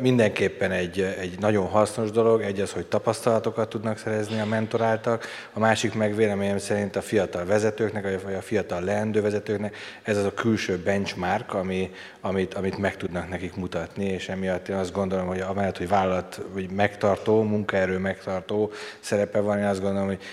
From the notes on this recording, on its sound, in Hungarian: A panelbeszélgetés a Connect Konferencián hangzott el